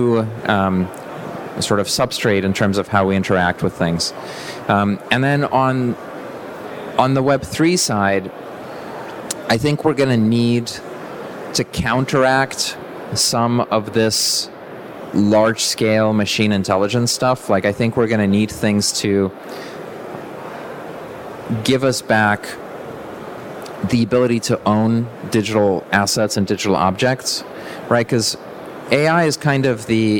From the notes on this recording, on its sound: I used the opportunity of being together in person to record an interview. Recorded in the podcast theater at the event.